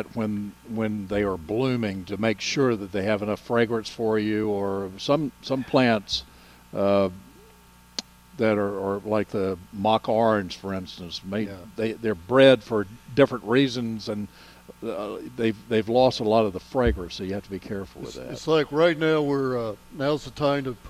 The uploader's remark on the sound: broadcasting live from Hand Picked Nursery